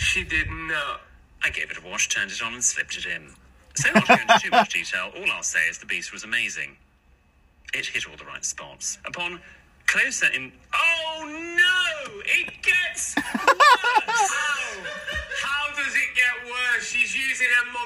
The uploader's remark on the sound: joins me for a pod record in his car